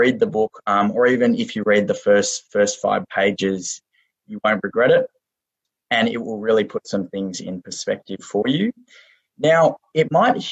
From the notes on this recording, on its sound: This is a recording of a video-chat Q&amp;A session. This is a recording of a video-chat Q&A session. Hosted by the Effective Altruism University of Melbourne club.